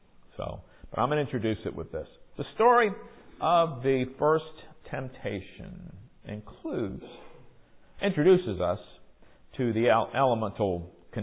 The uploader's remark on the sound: Recorded during worship.